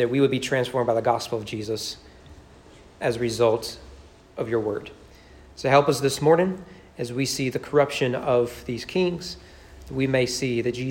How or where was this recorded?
large echoing room